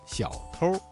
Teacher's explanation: 小偷一词的偷加了一个卷舌音日，发生了语流音变，形成了儿化音